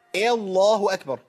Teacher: فالهمزة تقبل أنها تمال بسبب الترقيق المبالغ فيه